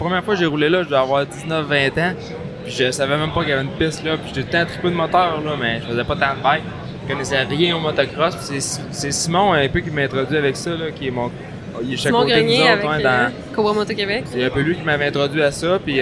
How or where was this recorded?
busy venue